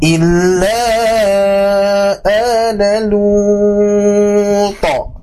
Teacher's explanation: ketika diakhirinya huruf to dan disukunkan, ini pasti memantul ya. Pantulannya harus muncul.